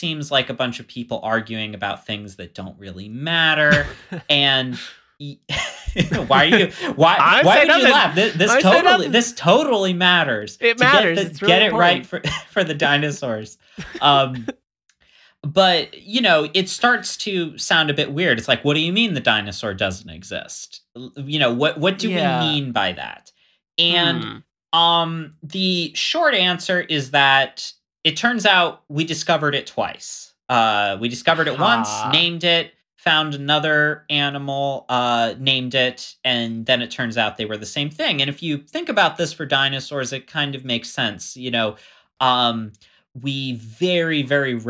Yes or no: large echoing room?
no